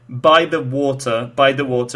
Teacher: So the last stressed word is water.